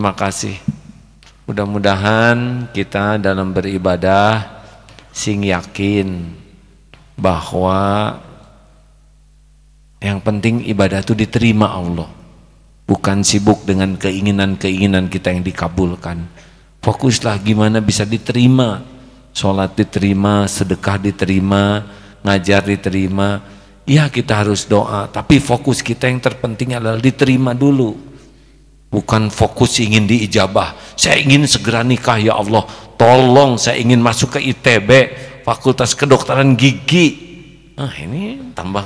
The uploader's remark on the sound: Live Masjid Daarut Tauhiid Bandung